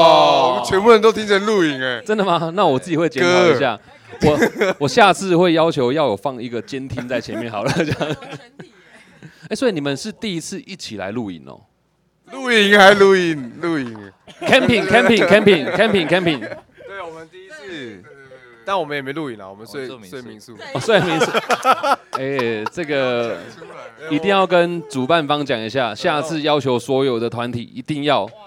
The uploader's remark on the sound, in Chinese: 黑熊部落音樂祭》的 live podcast 紀錄，特別收錄了大自然的風聲和雨聲。在一片窸窸窣窣的風雨聲中克難訪問。